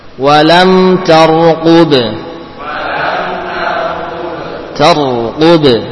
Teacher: Ra'nya bukan qalqalah, namun ada takrir